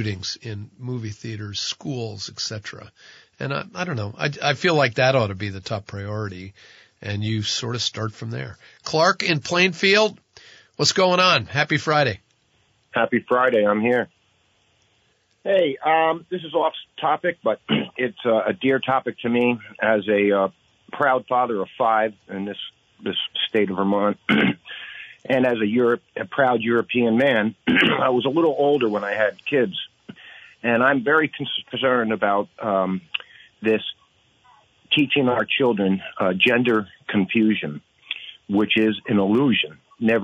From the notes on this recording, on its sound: An Open Phones Show. Spend most of the show talking with listeners about a whole variety of topics.